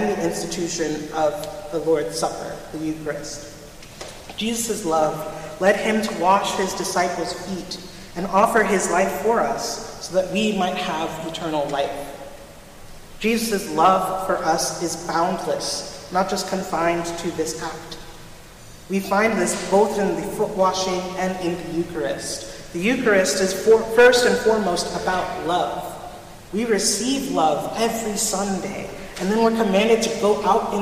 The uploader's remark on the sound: Recorded at Trinity Church in Princeton, NJ.